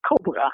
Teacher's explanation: the first syllable has primary stress and the second syllable has secondary stress and the four vowels, it's not schwa.